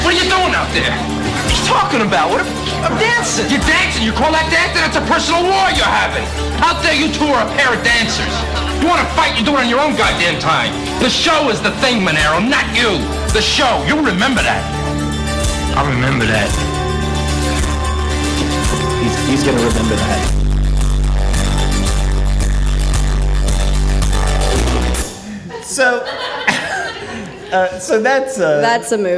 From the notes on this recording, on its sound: It&#8217;s our live show! It’s our live show! As part of the DSI Comedy festival, Sound Bites!